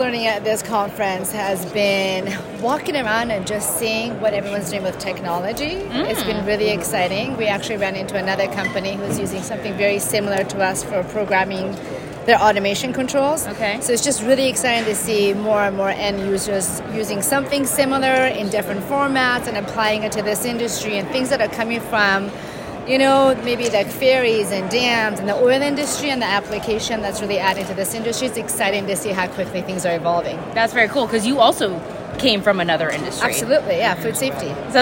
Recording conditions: busy venue